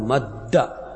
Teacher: نحو مد أصله مدد، حذفت حركة الدال الأولى ثم أدغمت في الدال الثانية · Term: الإدغام